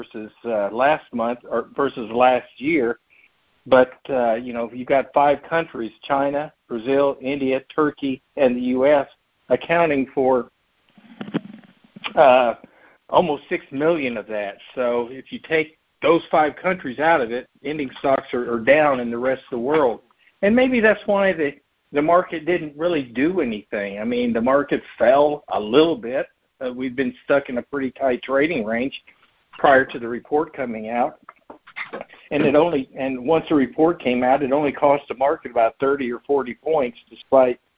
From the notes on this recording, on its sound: March 2023 Monthly Cotton Conference Call.